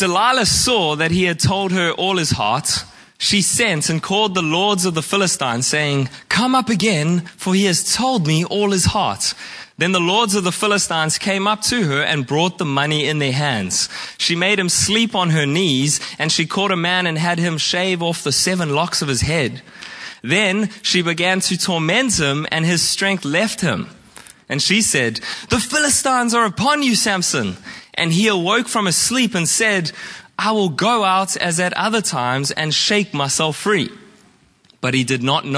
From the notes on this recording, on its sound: Preached at Horsham Downs on 14/05/2023